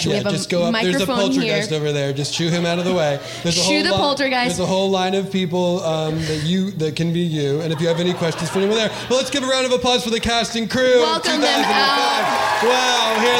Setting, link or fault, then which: setting, live audience